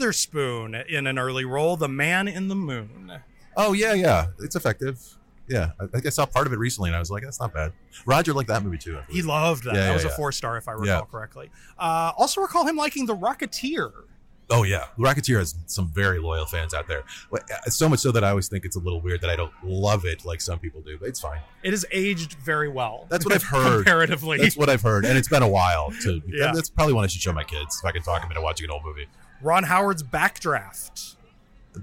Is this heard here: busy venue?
yes